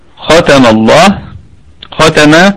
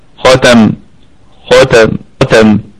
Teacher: حرف الخاء من حروف الاستعلاء، وهو في الدرجة الثانية من درجات التفخيم